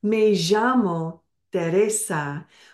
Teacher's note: Me llamo Teresa is how they would say it in Spain. If you are going to Argentina, the double L has a zh sound